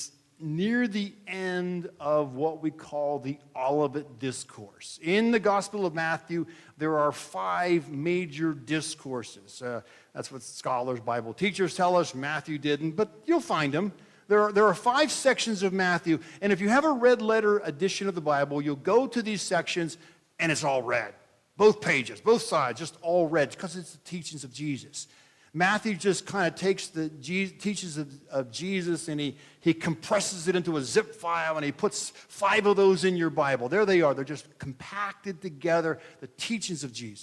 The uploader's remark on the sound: This is a message that I delivered on Nov 26, 2023 at Midway Mennonite Church in Columbiana, OH